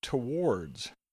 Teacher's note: Towards begins with a schwa sound and has an R sound, towards. You can think of the word war is inside the word, towards.